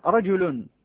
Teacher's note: فمعنى قولنا أننا نعتبر فقط ما يسمع لا ما يخط أن قولك مثلا رجل عند كتابتك رجل تكتب الراء والجيم واللام، لكن عند النطق فأنت تنطق نونا ساكنة بعد اللام. فإذا في الكتابة العروضية ينبغي أن تكتب رجل براء متحركة وجيم متحركة ولام متحركة ثم نون ساكنة.